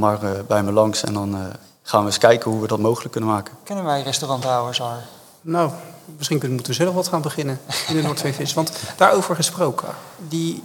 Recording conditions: live audience